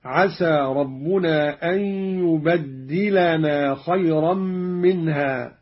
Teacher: قرأ قالون بتشديد الدال